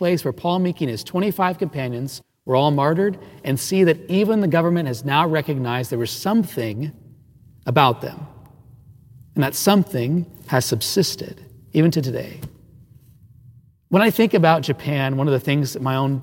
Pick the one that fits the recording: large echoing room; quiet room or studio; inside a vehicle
large echoing room